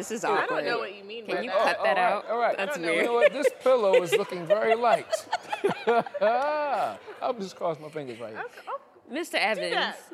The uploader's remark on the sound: LIVE PODCAST episode at a silent disco art exhibit.